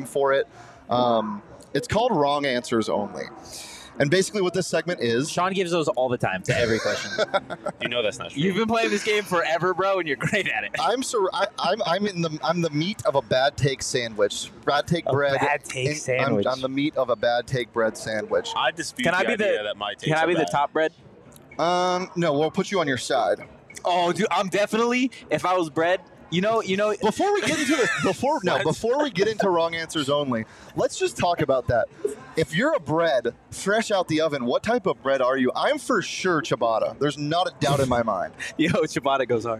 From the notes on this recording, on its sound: The boys are live in Downtown Phoenix at Buds-A-Palooza!